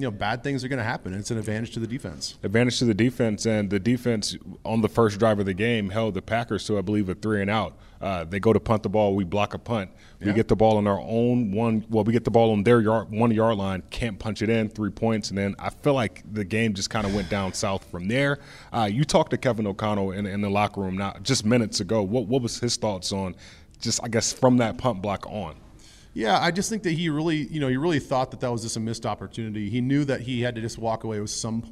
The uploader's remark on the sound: postgame press conference